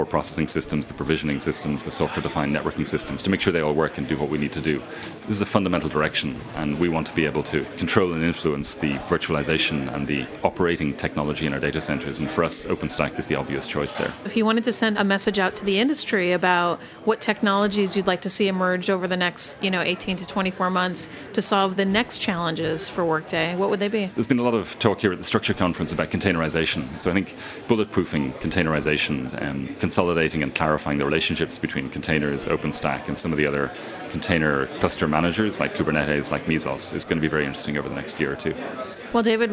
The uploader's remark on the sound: In this livecast from the Structure Conference in San Francisco